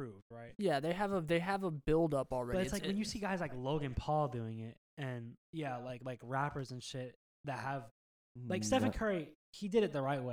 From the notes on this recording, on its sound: We're really sorry about the video and audio issues this week, we're still getting the hang of this.